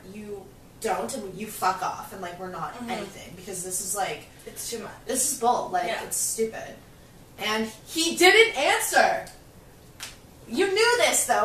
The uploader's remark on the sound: Apologies for the audio this episode